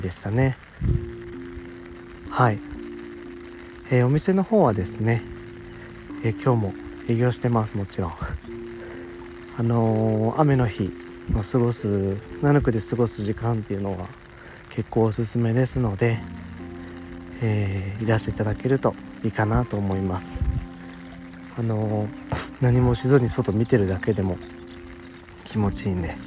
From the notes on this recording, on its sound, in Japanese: 雨の朝、お散歩しながら収録してます。